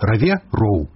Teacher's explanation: беларускі гук «в» лёгка пераходзіць у паўгалосны гук «у» нескладовае